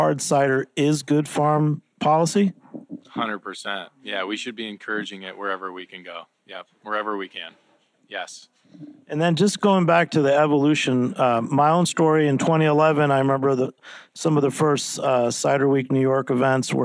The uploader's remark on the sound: Live at the Stone’s Throw Cider Supper